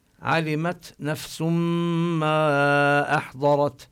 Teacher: بعلمت نبين الهمس الذي في التاء، وعند نفس عند هذا التنوين جاء بعده حرف الميم من حروف يرملون وينمو، فإذا حكمه الإدغام بغنة.